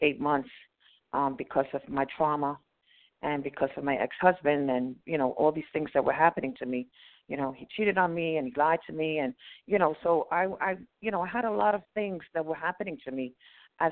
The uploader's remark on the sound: from the 100 Pounders Phone Meeting